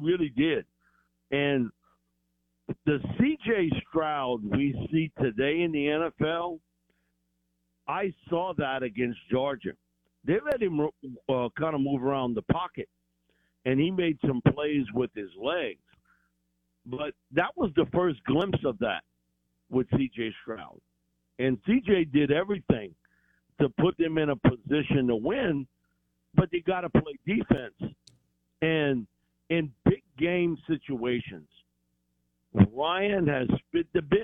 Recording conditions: phone line